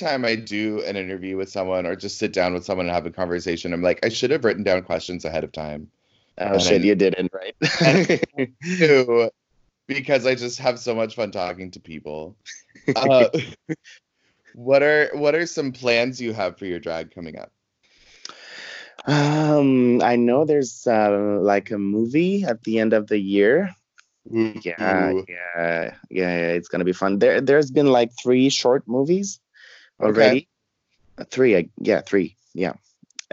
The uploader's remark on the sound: Today we get to Skype with one of my favorite queens in the whole world